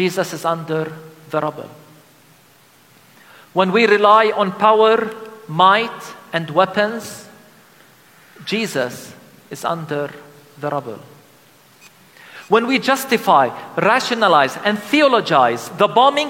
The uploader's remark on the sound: The sermon was delivered during a special Christmas service called "Christ in the Rubble: A liturgy of Lament". At the Christmas Lutheran Church in Bethlehem.